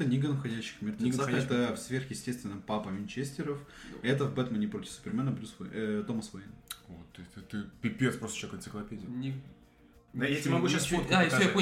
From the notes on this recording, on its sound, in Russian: Ведущие наконец-то собрались оффлайн. Поэтому звук чуть похуже, но качество беседы – намного лучше.